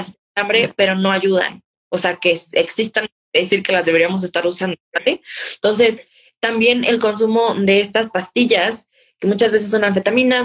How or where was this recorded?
video call